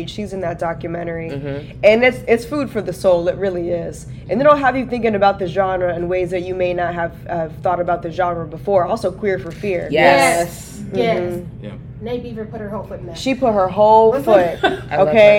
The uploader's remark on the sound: For a LIVE podcast recording at Blerdcon 2023.